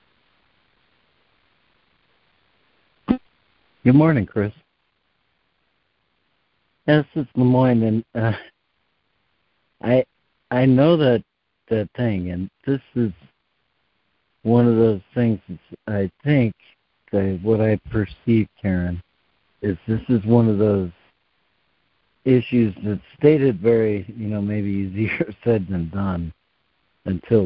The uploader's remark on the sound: ACIM Daily Conference Call